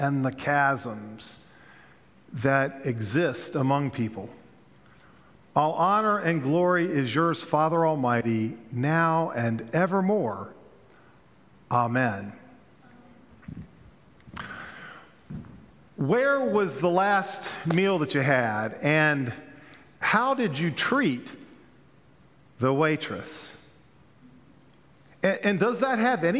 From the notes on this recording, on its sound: Pender UMC Contemporary Worship Sunday September 22, 2022